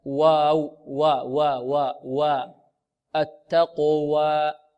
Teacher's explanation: نرقق الواو ونفتحها فتحا متوسطا · Term: ترقيق الواو